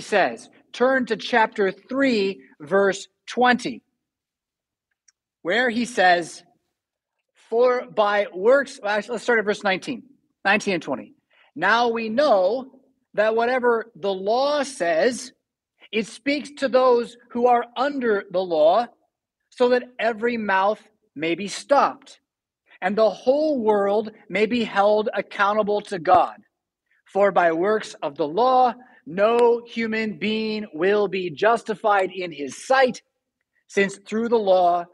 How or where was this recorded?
large echoing room